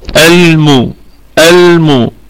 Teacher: الميم في أقل درجات الغنة، يعني في الدرجة الخامسة من درجات الغنة، لأنها متحركة